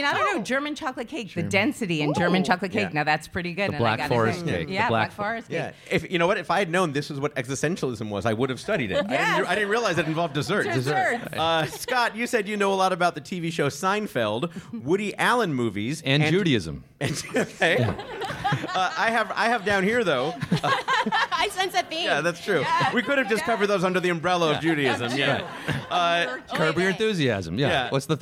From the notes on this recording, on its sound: The show is recorded at Caveat in New York City. It's the first episode of Go Fact Yourself recorded in New York! The show is recorded at Caveat in New York City.